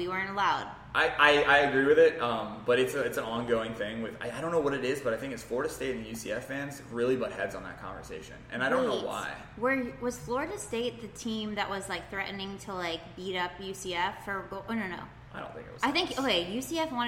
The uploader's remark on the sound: We are recording in a special beer making room at Fishweir. We are recording in a special beer making room at Fishweir.